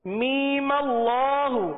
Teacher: می کو ایک الف تک کھینچیں گے